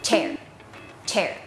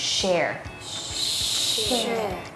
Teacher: เสียง chมันจะแบบมีลูกเล่นนิดนึงออกมาแต่ออกไม่หมดมันจะเป็นลมแบบปุ๊บเดียวค่ะ · Shown in: first take